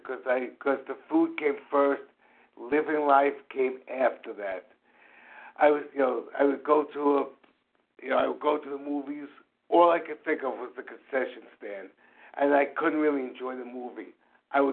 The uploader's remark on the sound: from the 100 Pounders Phone Meeting, 2/26/23